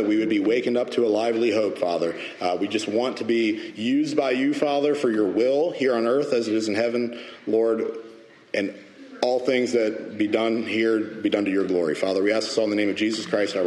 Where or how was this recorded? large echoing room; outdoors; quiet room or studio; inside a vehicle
large echoing room